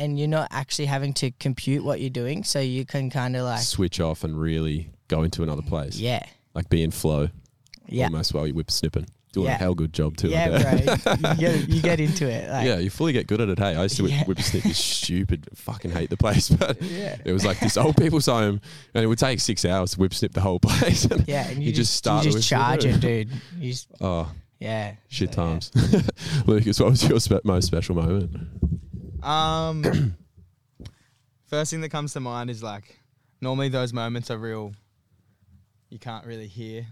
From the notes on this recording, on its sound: Live From The Backyard to have a chat and play a few of their originals